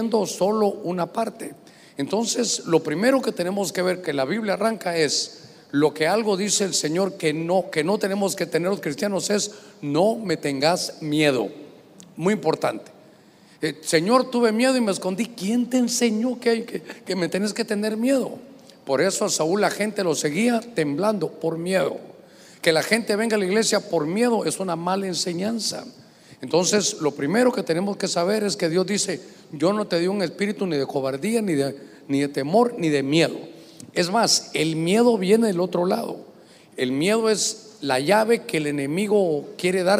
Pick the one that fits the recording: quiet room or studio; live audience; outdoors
live audience